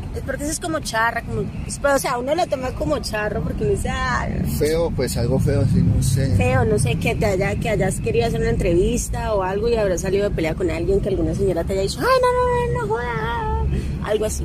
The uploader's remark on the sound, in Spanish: pido disculpas por unos cuantos ruiditos infiltrados y el sonido de la deliciosa brisa caleña que nos acompaño en este parche ya que la realizamos en el BOULEVARD DEL RIO.